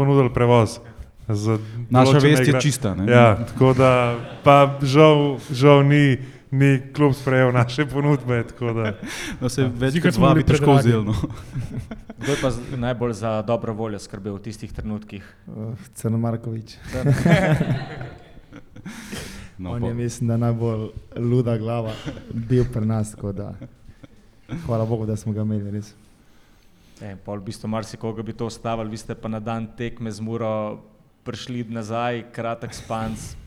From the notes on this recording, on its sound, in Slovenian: V Kozlerjevi dvorani Pivovarne Union smo v živo pred občinstvom gostili